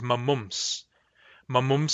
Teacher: It's not obvious that mamums ends in mis because a vowel has been lost, but that is the same ending.